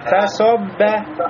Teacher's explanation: сот широкий. Фа и ба у нас узкие звуки. Значит, фа, со, ба.